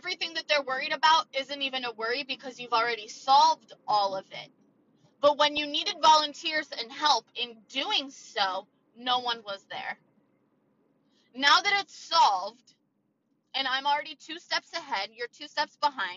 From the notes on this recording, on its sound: A static rant while sitting in my car (apologies for some of that audio). A mic is on the way y'alll.